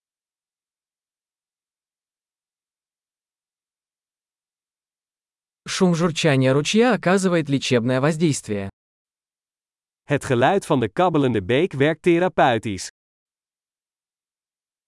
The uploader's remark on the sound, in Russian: Шум журчания ручья оказывает лечебное воздействие.